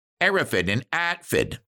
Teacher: In literature and movies and television, those from certain sections of London, typically presented as economically and educationally challenged Cockneys, are known for saying Hereford and Atford, essentially leaving out the H in Hereford and Hartford